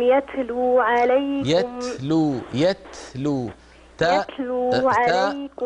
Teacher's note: ساكنة شديدة تاء مهموسة